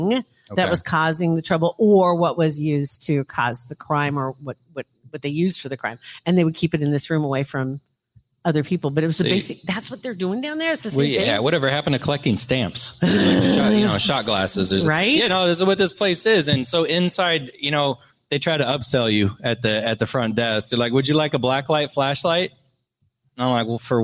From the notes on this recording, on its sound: LIVE podcast recording at Hurrdat Sports Bar